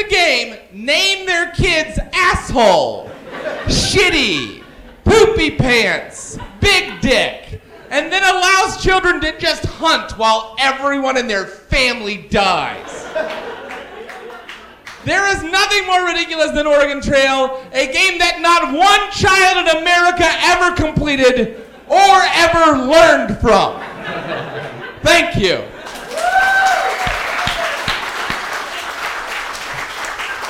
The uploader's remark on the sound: A live band, and surprise guests. Recorded live at NYC Podfest.